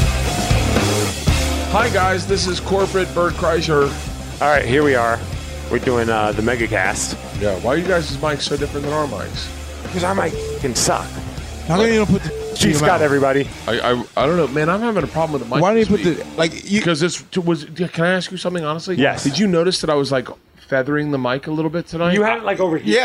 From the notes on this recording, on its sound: Start recording a podcast at 2am in the backstage area of the Parlor Live (with a giant bottle of vodka).